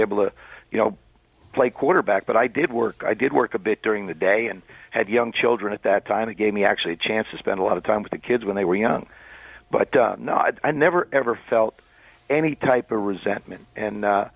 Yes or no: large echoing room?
no